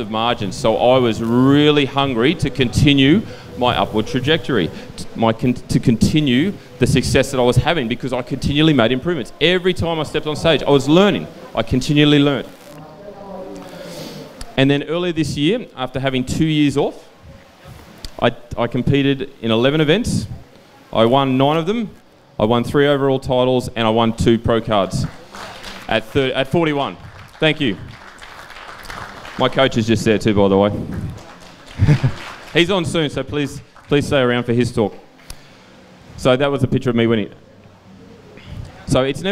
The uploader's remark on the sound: CONNECT Fest'19 Goa India. The audio to his speech from the Connect Festival in India in December 2019.